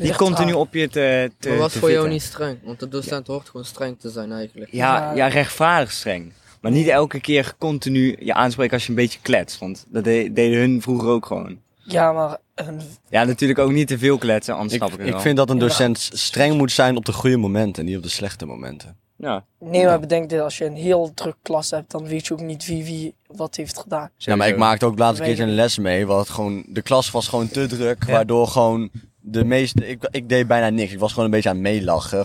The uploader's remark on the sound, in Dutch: Is opgenomen op het dak van de school. Met -3 aan een hangtafel en in het zonnetje.